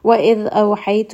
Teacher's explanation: ذَال is going to have رَخَاوَة، so make sure you do rest on this for a little bit.